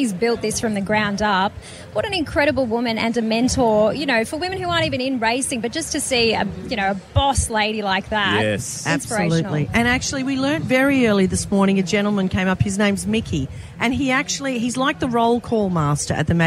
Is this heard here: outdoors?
yes